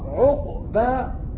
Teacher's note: قرأت بسكون القاف عقبا مع القلقلة